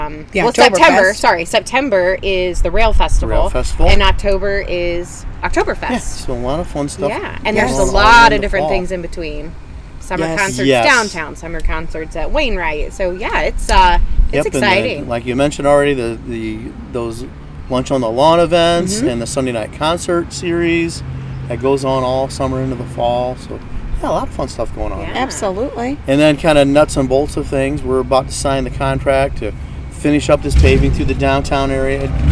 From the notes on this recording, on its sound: Our third guest was the Fostoria Ohio Mayor. All throughout his interview were the "sounds of activity in small town USA".